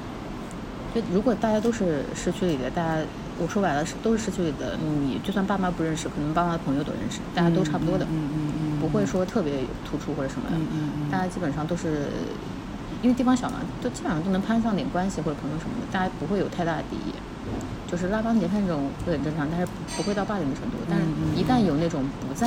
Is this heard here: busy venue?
yes